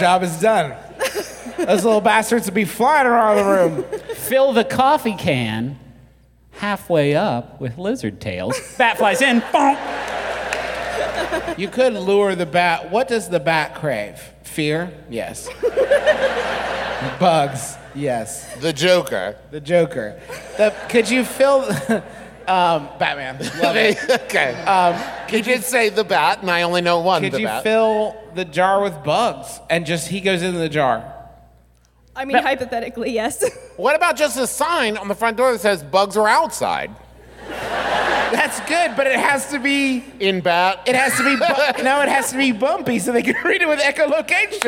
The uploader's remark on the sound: Here’s our live show, presented before a profoundly rowdy Birmingham audience